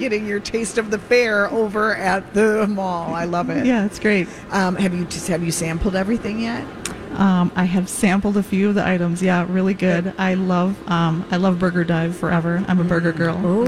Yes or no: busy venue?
yes